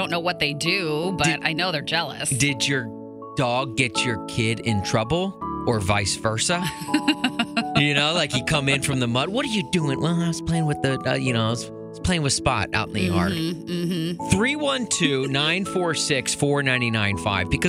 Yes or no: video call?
no